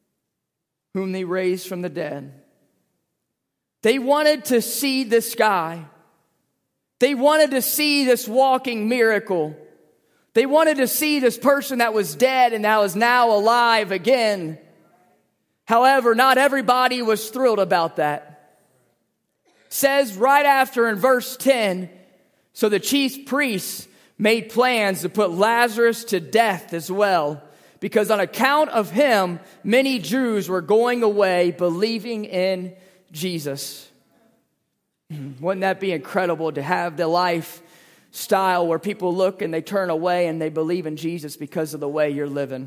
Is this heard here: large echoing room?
yes